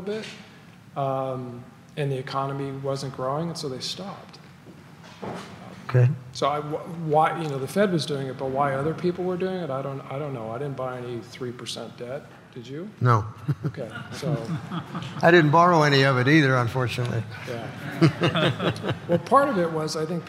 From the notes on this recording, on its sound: The Norris Group’s annual award-winning event, I Survived Real Estate is back, LIVE! Our 15th annual black-tie gala that benefits Make-A-Wish and St.